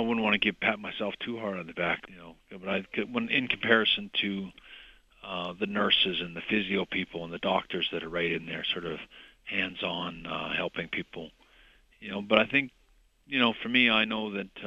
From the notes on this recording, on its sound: he called